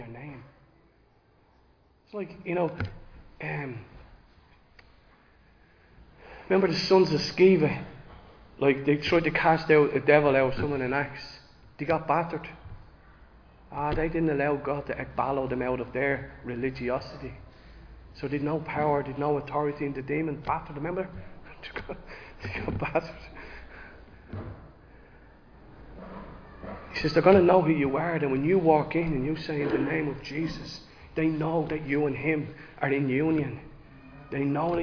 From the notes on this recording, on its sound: Recorded live in Liberty Church on 22 October 2023